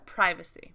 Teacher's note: The stress on privacy is actually the same. American and British English both put it on that first syllable. Yeah. But the pri and the pri are different.